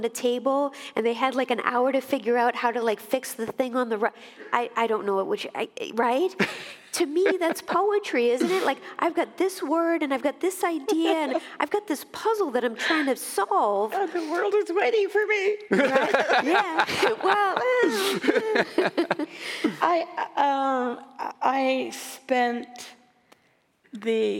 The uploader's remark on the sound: Our first live performance of the podcast. We met at Calvin University for its January Series. For a live audience.